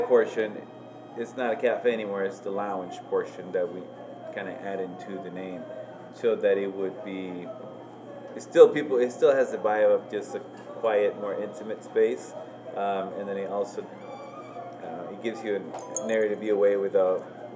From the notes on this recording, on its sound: This interview was recording on-site during business hours. We wanted to capture some of the ambience; while doing that we also capture some misc noises.